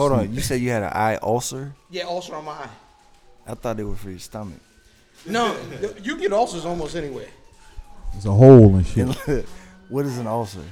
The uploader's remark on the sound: Live At The Spot. Go live on location at The Spot.